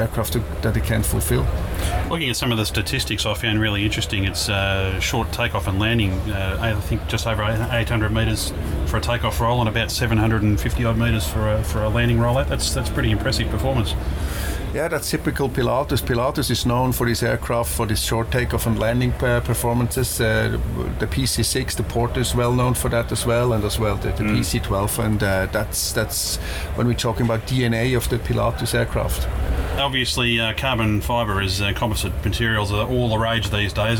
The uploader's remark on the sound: recorded at the 2015 Australian International Airshow